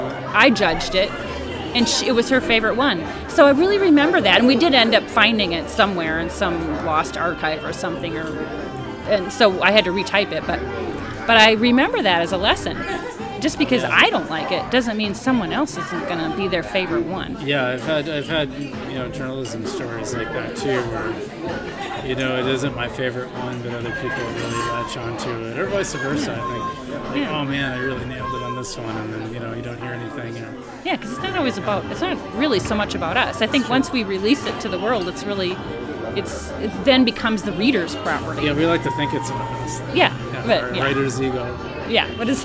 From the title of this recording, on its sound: Live at Daly's